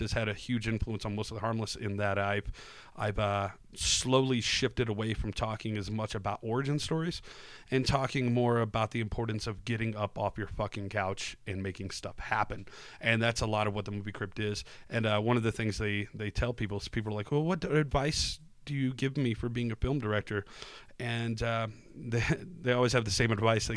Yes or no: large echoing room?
no